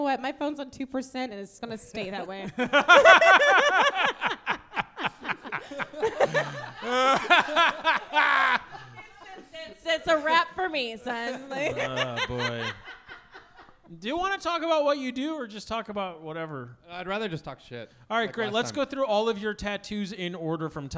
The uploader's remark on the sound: Live at The Wonderland Ballroom. The Wonderland Ballroom for venue Washington, D.C.